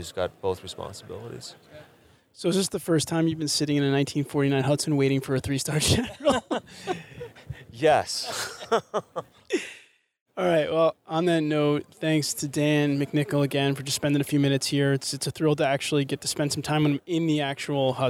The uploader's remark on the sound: The Civil Engineering Podcast visits Arizona for the SAME JETC conference. Recorded in Phoenix, Arizona, where I interviewed successful individuals at the Society of American Military Engineers (aka SAME) Joint Engineer Training Conference & Expo (JETC).